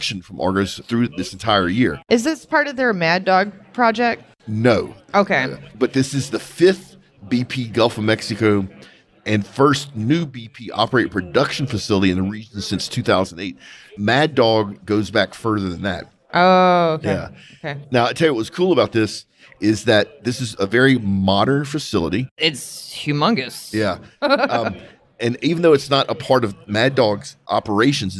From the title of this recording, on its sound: Live from the SPE Oil and Gas Symposium